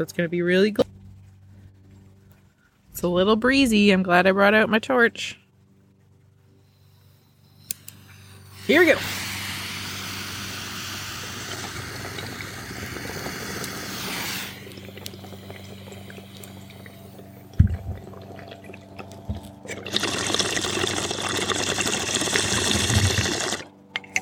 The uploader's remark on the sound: Outside Hoot Session. I get all my recording gear setup in my backyard. Relax to the soothing sounds of nature!